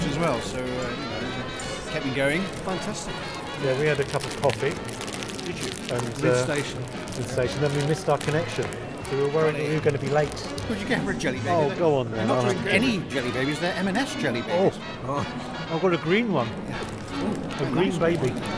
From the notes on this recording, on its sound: We're on location, punting on the Cam!